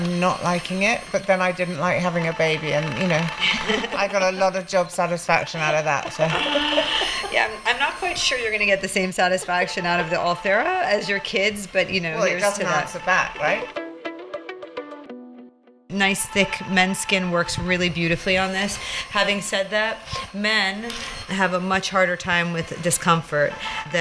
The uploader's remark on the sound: This week, we are very much back in the clinic. As this was recorded during the procedure, you'll be able to hear the sound of the machine all the way through.